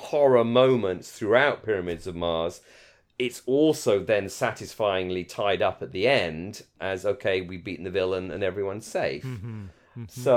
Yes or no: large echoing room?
no